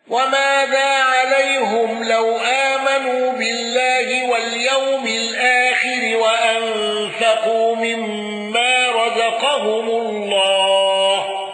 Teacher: حمزة بضم الهاء والسكت على ألف